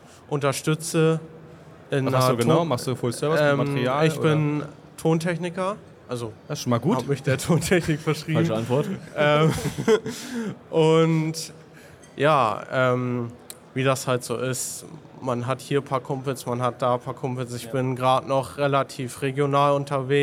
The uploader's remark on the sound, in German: Community Podcast live von der Leat Con2023